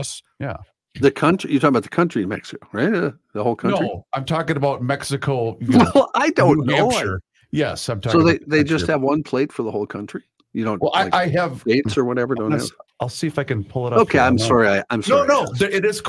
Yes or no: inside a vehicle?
no